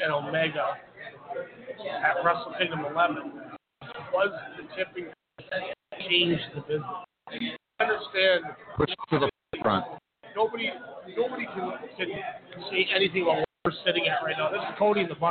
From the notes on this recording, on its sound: LIVE at STARRCAST on PODCAST ROW during ALL IN weekend in Chicago!